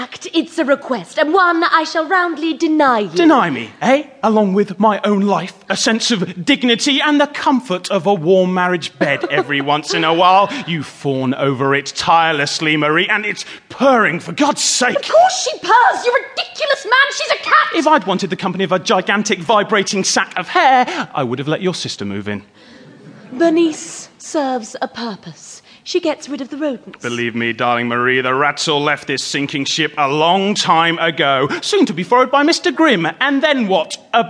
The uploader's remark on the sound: The Grimm of Stottesden Hall was recorded in front of a terrified live audience.